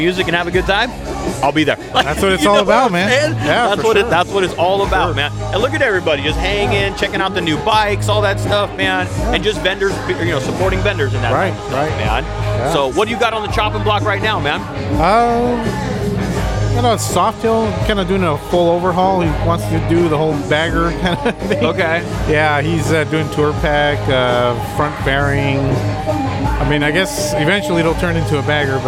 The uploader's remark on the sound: Live from Endless Summer at Ventura Harley Davidson. Unfortunately the rain decided to make an appearance this year and cut the show short.